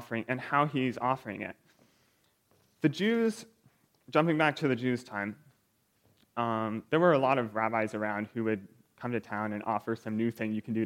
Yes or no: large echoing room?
yes